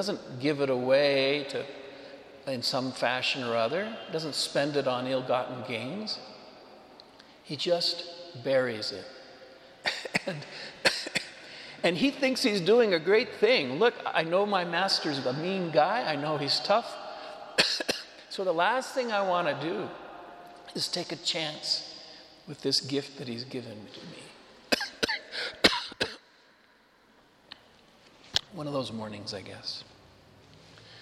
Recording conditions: large echoing room